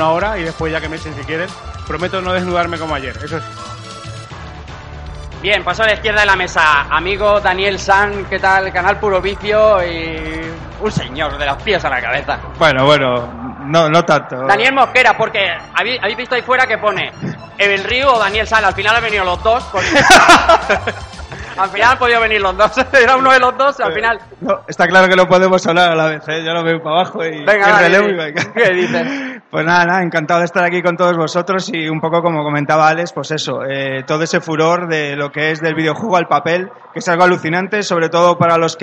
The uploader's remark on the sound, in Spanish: Directo Madrid Games Week